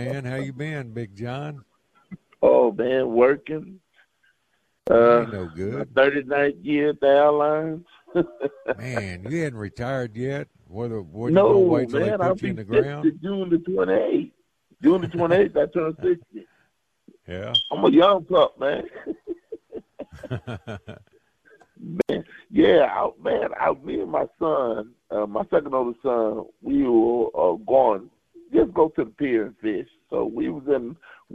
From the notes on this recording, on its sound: opens the phone lines